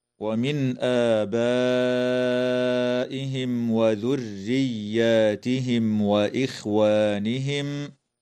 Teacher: تظهر النون الساكنة عند الهمزة في قوله تعالى: ومن آبائهم، وتمد الألف بعد الهمزة في كلمة آبائهم من قبيل مد البدل بمقدار حركتين.